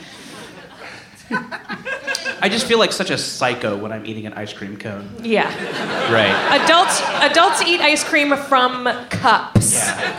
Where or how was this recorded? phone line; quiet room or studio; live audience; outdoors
live audience